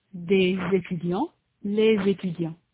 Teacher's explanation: Des professeurs, des jeunes filles. However, the s is heard as a z before a vowel · Term: liaison